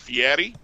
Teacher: It's a rolled R, but he really hits it like D.